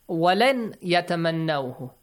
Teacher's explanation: Idgham, merge them. Merge the sound of Nun to Ya, it will be changed to double Ya.